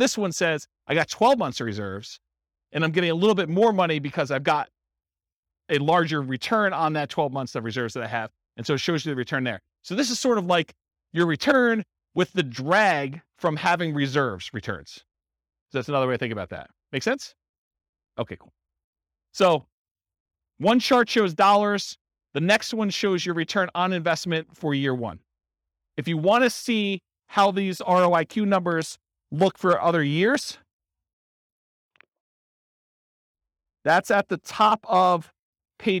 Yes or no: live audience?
yes